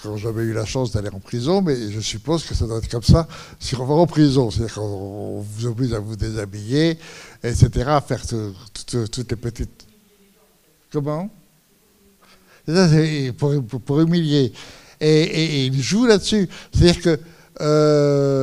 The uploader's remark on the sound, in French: suite à la projection du film le 21 octobre 2015 au Centre des arts d'Enghien-les-Bains